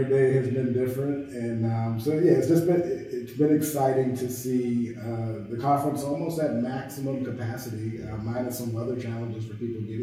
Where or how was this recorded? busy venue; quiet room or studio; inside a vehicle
busy venue